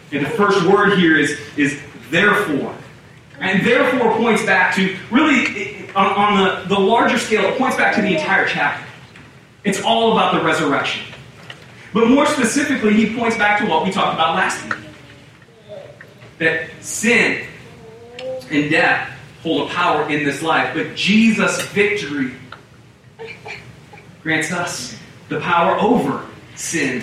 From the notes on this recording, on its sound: We apologize for the audio issues. Due to technical difficulties we were only able to offer the audio from the room.